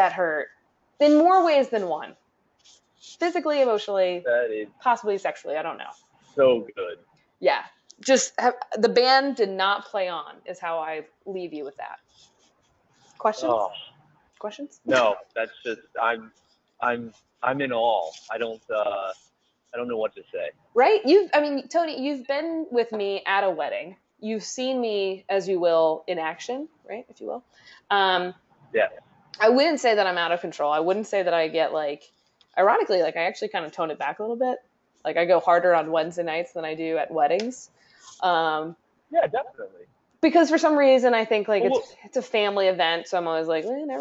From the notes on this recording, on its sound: On the Road. We realize the audio is bad, it was a test.